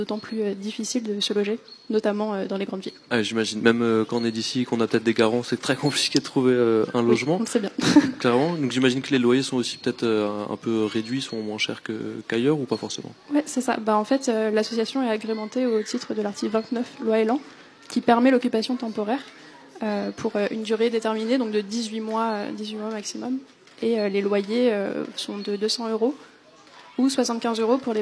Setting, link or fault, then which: setting, outdoors